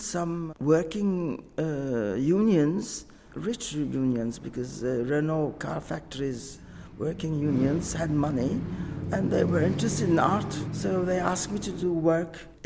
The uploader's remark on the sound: This episode was recorded at London Gallery Weekend 2023. This episode was recorded at London Gallery Weekend 2023.